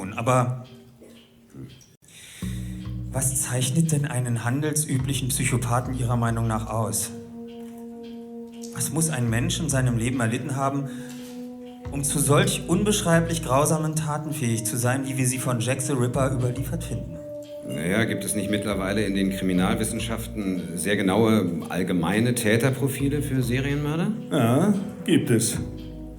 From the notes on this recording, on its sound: Live in Berlin